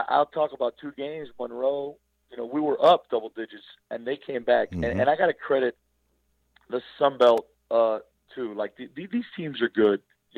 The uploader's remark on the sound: LIVE on the Back In Action Hotline. RWRC Radio on The Ticket Radio Network.